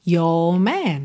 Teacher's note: Também não enrolou o R aqui no your.